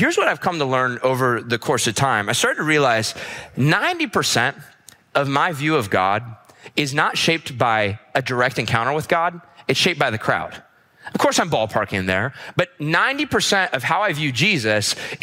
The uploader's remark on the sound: This episode was recorded at our weekend services